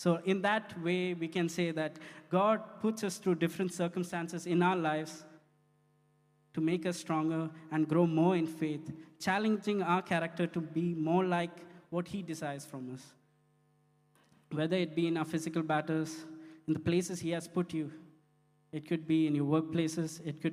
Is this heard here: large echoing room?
yes